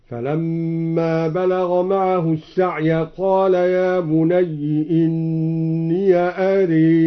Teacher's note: قرأ الدوري بكسر الياء في يا بني وفتح الياء من إني أرى وأمال الألف بعد الراء في أرى